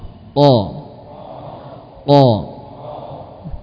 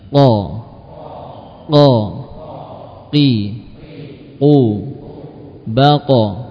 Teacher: dilafadzkan dari pangkal lidah bagian paling belakang dengan langit-langit di atasnya · Term: huruf qaf